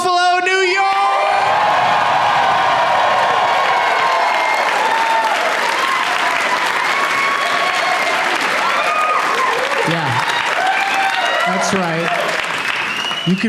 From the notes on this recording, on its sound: Live from the Helium Comedy Club in Buffalo